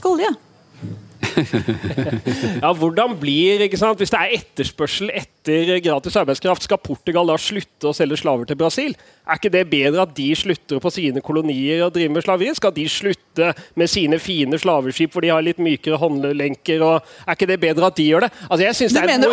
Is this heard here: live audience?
yes